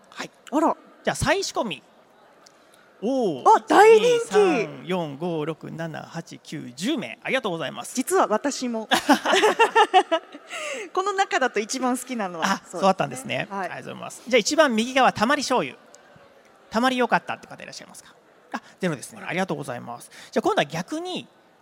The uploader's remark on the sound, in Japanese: CRAFT SAKE WEEK 2023 at ROPPONGI HILLSにて公開収録。